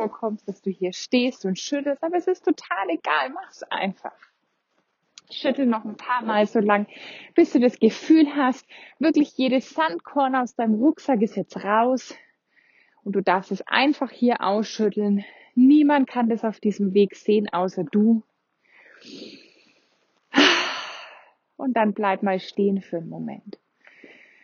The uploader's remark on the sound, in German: Wir machen einen gemeinsamen Spaziergang (deswegen auch die etwas ungewöhnliche Tonqualität